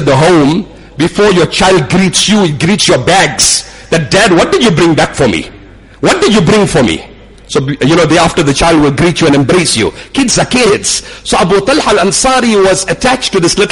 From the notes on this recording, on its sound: Jumuah lecture at Umhlanga Masjid